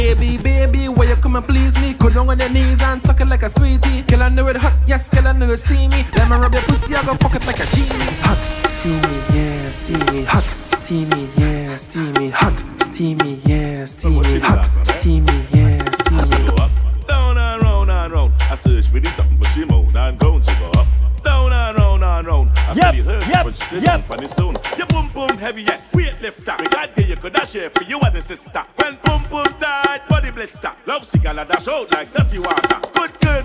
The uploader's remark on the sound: Live audio recording of my set at Island Saturdays